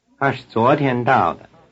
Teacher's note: Notice that the verb 是 is in the neutral tone.